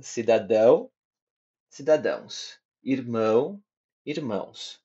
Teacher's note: cidadão, a sílaba mais forte é a última, assim como irmão